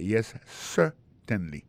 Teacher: Alors, en parlant de accent, regardez bien pour un mot certainly, accent tombé sur le premier syllabe là